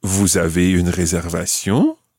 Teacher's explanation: Raising your voice at the end, just using the statement form